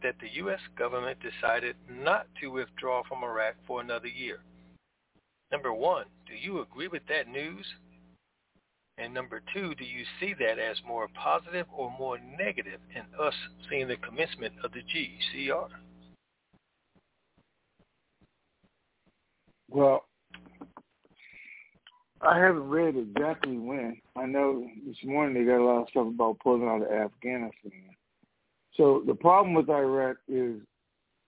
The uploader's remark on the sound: TNTSuperfantastic Conference Call